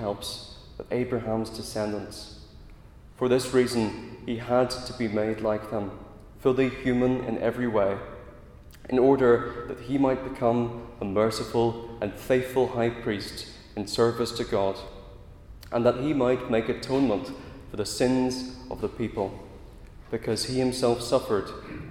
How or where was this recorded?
large echoing room